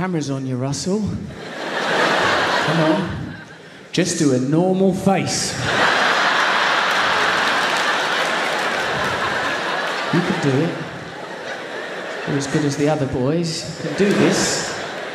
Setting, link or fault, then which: setting, live audience